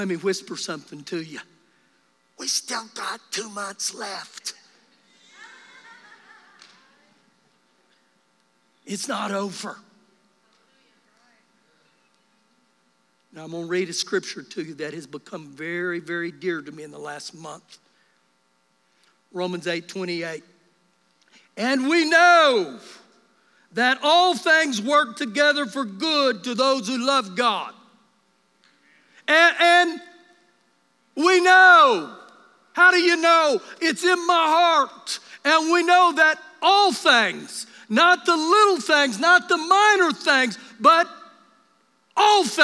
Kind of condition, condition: setting, large echoing room